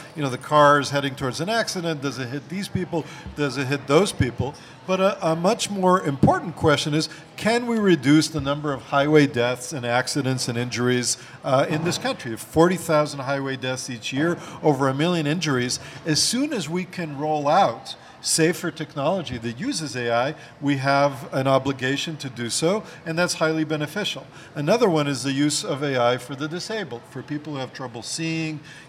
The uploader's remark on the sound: Recorded before a live audience at the Seattle meeting of the American Association for the Advancement of Science.